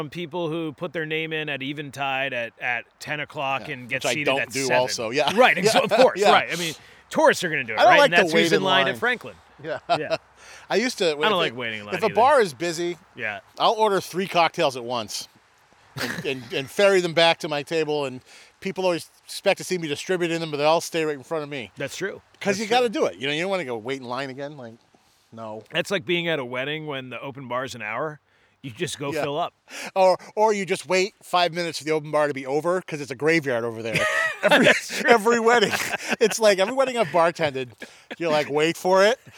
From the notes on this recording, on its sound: head out into the woods of Buxton, Maine